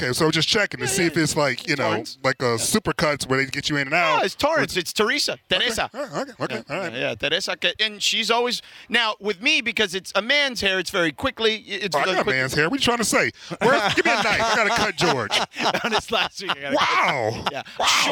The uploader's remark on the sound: The guys are live from UC Irvine from Rams Camp.